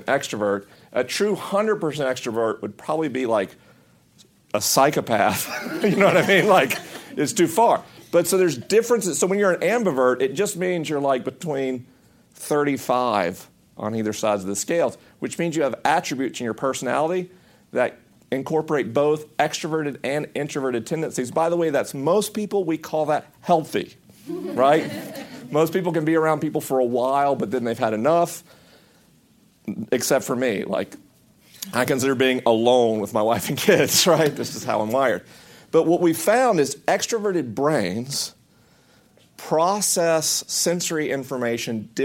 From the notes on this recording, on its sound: This episode was recorded at Collective Church in Ft. Worth, Texas with a live audience.